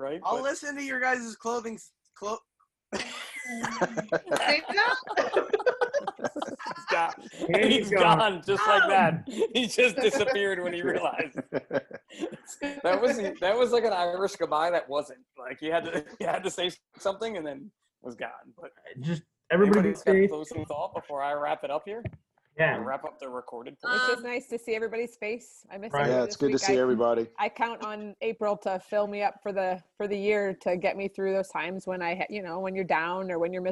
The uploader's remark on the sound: What happens when you get a bunch of Emergency Service Providers together on a Zoom chat.